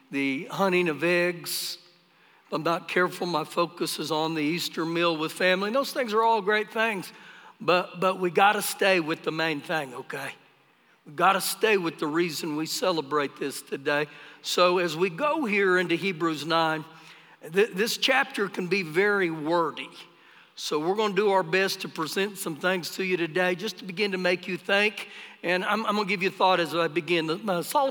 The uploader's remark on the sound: Recorded live during our Sunday morning service